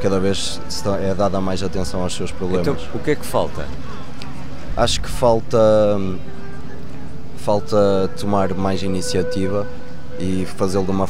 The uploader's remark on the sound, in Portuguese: Uma conversa com três jovens. Episódio especial gravado no Parque Eduardo VII, em Lisboa.